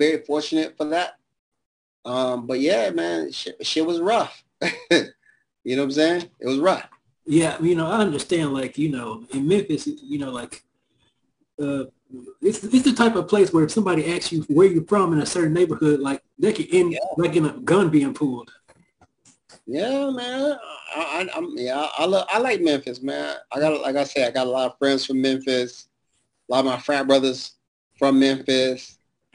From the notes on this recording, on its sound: our 6/26/2022 Zoom Show